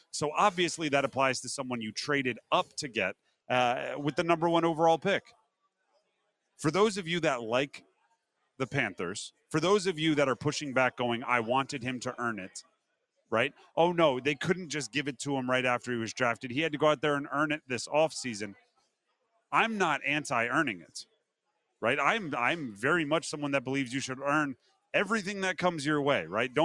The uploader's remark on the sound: Is live in Charlotte for day two of the 2023 ACC Football Kickoff.